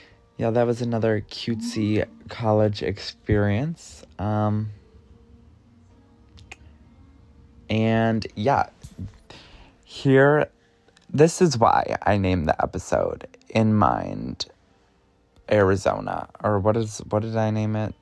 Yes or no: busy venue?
no